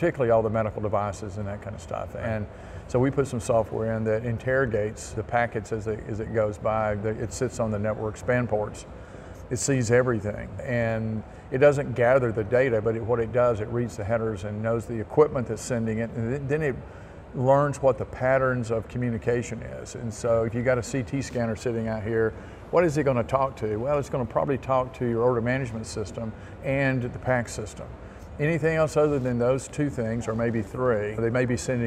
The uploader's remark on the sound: Interview in Action live from CHIME